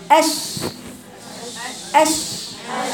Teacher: مستعجل، المفروض تفصلي المخرجين عن بعض الشين والجيم، لان الشين بتقرايه ما بيوصلش اللسان للحنك الاعلى، ما بيحصلش تلامس في الشين · Term: تفشيها